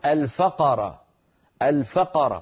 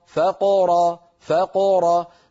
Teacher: فنفتح الفم عند الفاء، نقلقل القاف من غير فتح الفم، ثم نفتح الفم مرة ثانية من أجل حرف الراء · Shown in: second take · Term: القلقلة